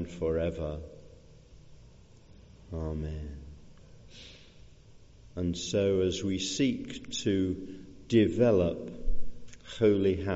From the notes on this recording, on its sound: Recorded at the 10:00 service on Sunday 5th March 2023 at All Saints Church, Malvern.